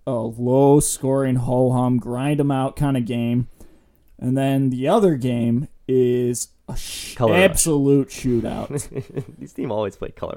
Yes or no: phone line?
no